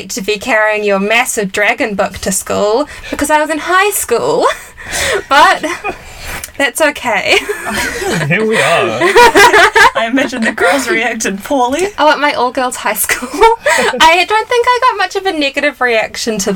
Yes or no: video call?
no